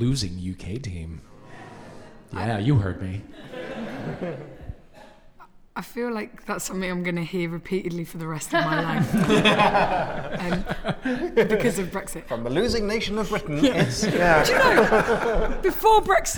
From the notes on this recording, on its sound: An episode recorded at Kings Place as part of the 2016 London Podcast Festival. Live at London Podcast Festival. An episode recorded at Kings Place as part of the 2016 London Podcast Festival.